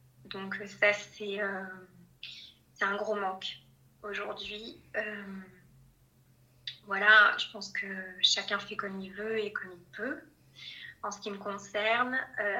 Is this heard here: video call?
yes